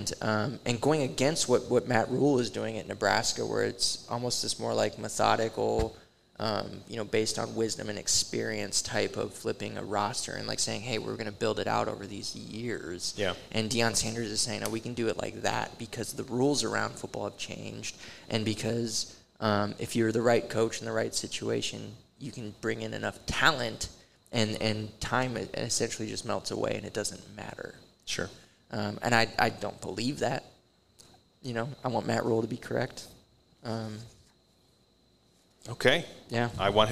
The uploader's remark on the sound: LIVE at Hail Varsity Club! Record LIVE at LaVista, Nebraska’s Hail Varsity Club.